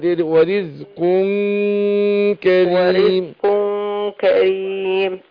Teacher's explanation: هنا إخفاء وبعدين الغنة مقدار حركتين